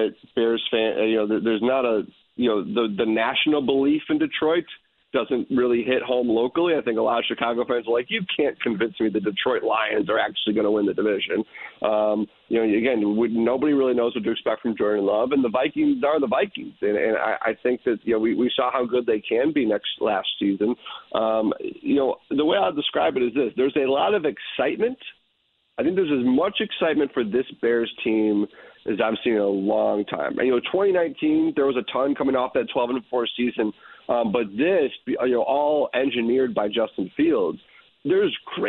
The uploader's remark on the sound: He then opens the phone lines and takes a call on the Colts from a listener!